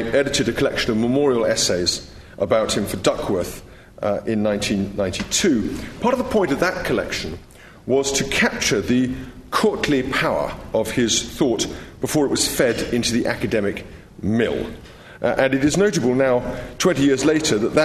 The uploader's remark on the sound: LSE Lecture